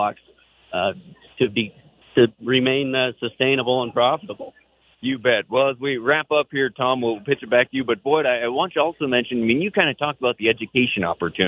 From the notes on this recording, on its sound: Northern Ag Network from MT Grain Growers Convention. At the annual Montana Grain Growers, from Great Falls.